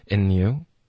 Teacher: 所以首先我们会把 and 弱读成 n OK,然后就连读 and you